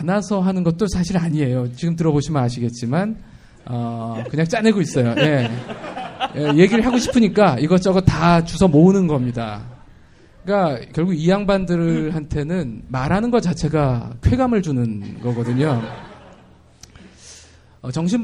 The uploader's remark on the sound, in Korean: 영진공 1주년 기념 공개방송